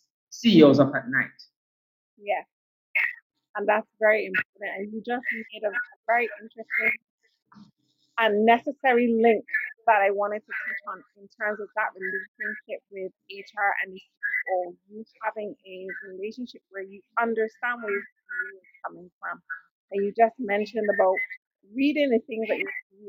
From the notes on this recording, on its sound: I apologise for this episode's sound quality